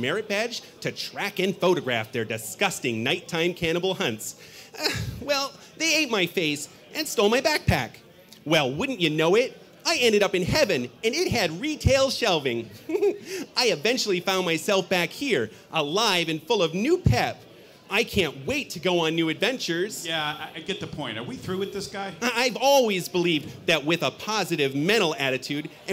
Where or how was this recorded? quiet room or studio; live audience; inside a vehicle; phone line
live audience